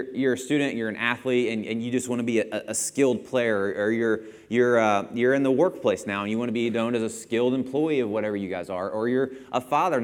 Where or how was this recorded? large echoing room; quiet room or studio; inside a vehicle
large echoing room